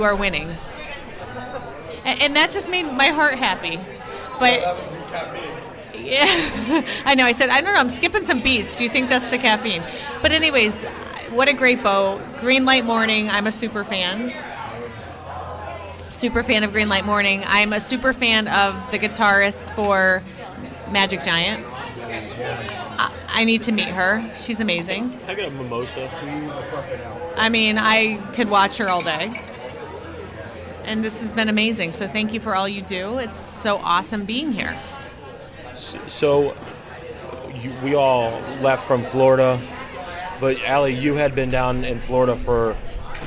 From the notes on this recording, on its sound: Live from TRB XXII